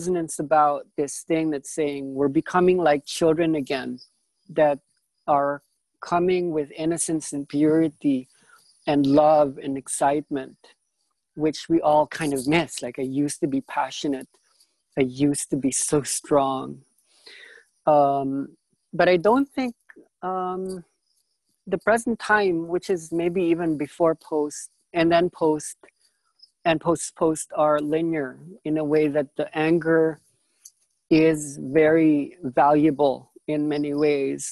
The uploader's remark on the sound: This was the second zoom call for the first week of the online ides.